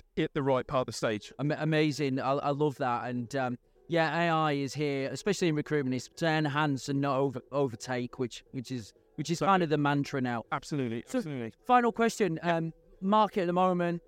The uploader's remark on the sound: We are live from RecFest 2023! The bubbles are blowing and the 360 camera is spinning! We have set up the podcast station for the chance to grab some of the attendees to talk about why they are at the event.